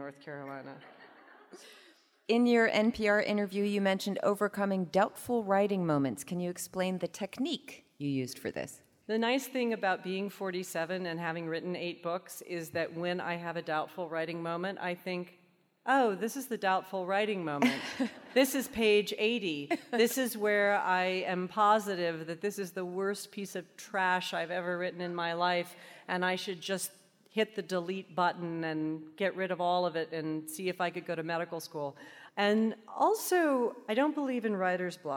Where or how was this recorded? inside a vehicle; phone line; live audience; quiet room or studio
live audience